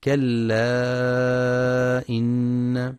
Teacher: ينتبه القارئ للمد المنفصل، كلا إن، يمد 4 أو 5 حركات